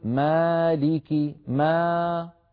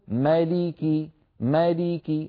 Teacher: مالك نفس الصوت لكنه أقصر زمنا بالنسبة للميم المفتوحة · Shown in: second take